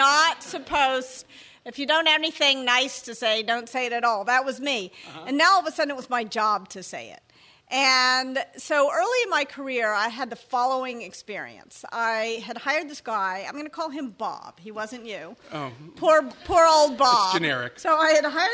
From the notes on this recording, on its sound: Before a live audience in San Francisco.